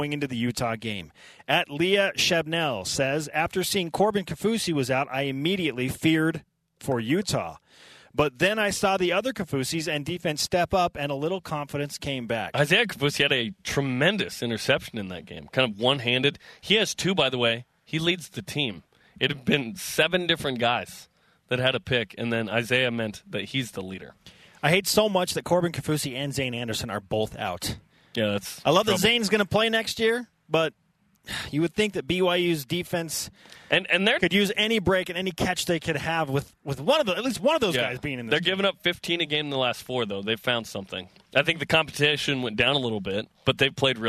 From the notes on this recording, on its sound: BYUSN kicks things off live from Deseret First Credit Union